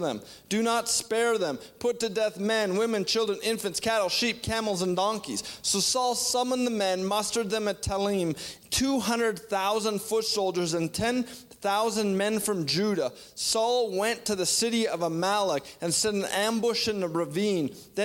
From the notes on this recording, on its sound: shares a word at our September 2021 Resurgence Edmonton Gathering